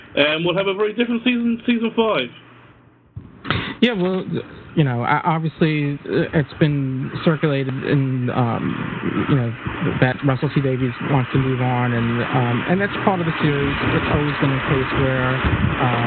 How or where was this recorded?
phone line